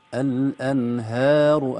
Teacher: الهاء ليست مفخمة، لا نقول الأنهار ترقيق الهاء